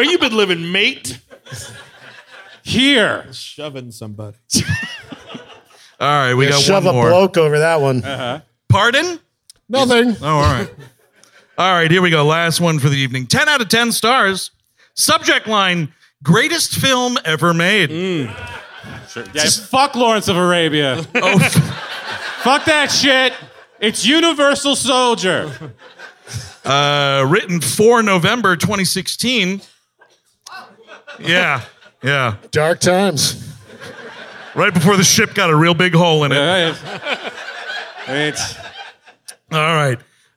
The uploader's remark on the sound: At CB Live in Phoenix, AZ. The guys were live in Phoenix.